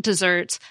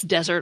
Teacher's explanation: The sweet treat desserts has two S's and the second syllable is stressed. The arid place desert, on the other hand, has one S and the first syllable is stressed. The noun that means what you deserve, spelled D-E-S-E-R-T with one S, confusingly has the second syllable stressed, just like the word that refers to cake or cookies.